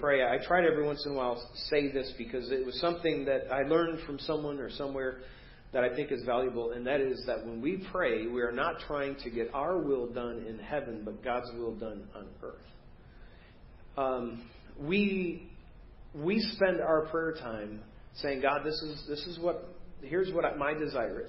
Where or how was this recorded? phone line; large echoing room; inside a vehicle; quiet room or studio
large echoing room